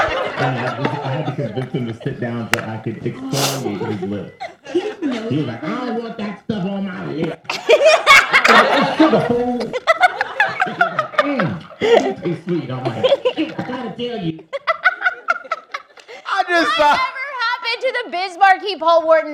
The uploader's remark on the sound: Threw an epic live show party at AFI in Silver Spring. The event was catered by Elegancia Caters.